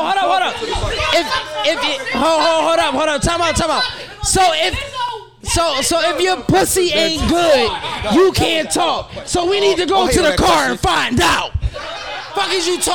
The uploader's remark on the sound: Live from Krush Lounge!